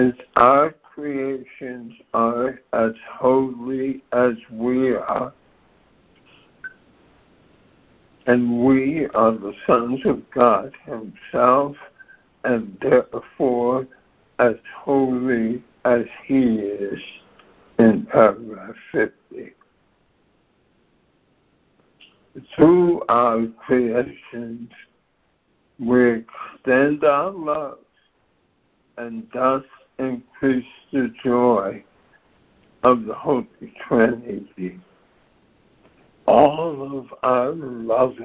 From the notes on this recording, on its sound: ACIM Daily Conference Call